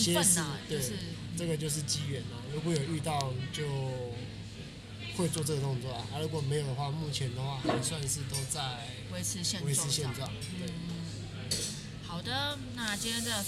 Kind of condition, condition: setting, busy venue